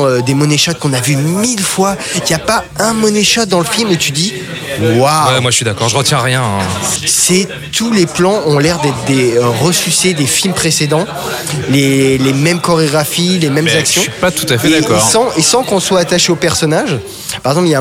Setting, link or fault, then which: setting, busy venue